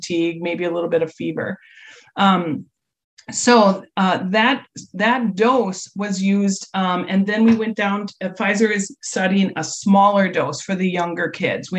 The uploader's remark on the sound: We invited those parents to a Zoom chat.